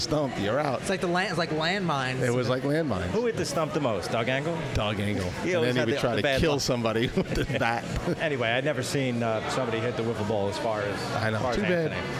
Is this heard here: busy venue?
yes